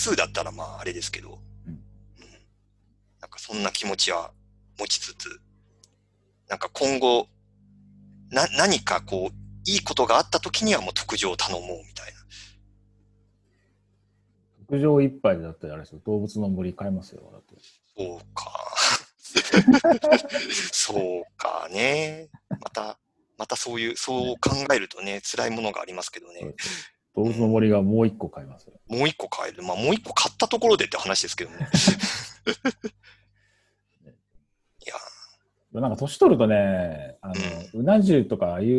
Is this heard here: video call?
yes